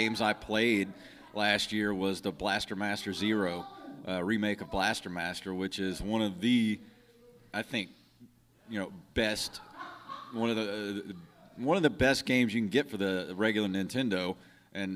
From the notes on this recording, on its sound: Live Panel from Pensacon 2019. A special live panel at Pensacon, a yearly convention held in Pensacola, FL.